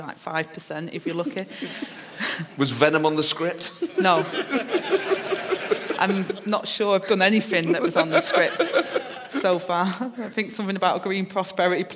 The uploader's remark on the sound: LIVE at the Edinburgh Festival